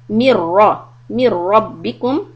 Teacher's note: When they catch the meme with the ra, keep it soft. Mir, but the ra is heavy with the fatha.